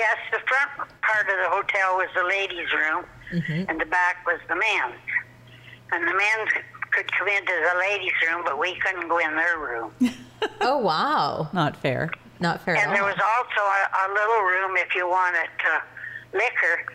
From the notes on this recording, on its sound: joined by telephone